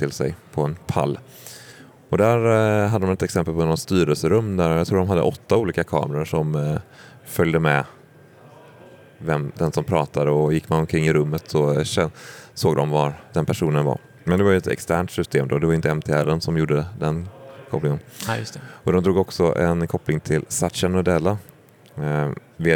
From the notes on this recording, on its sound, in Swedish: Live från Stockholm Tech Show, eller hur live det nu kan bli när man spelar in. Så passades det även på att spela in ett Teamspodden avsnitt.